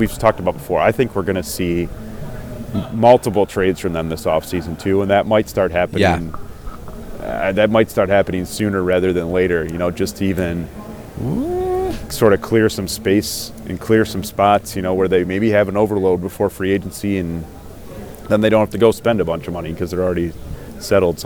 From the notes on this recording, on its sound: checks in LIVE from the NFL Combine